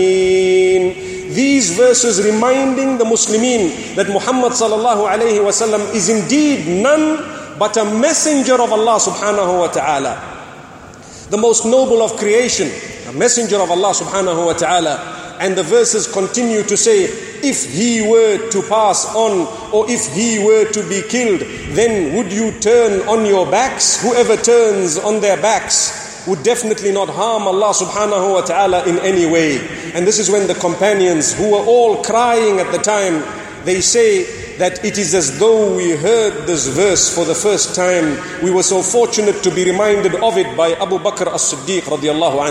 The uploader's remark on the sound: Delivered at Tuanku Mizan Zainal Abidin Musjid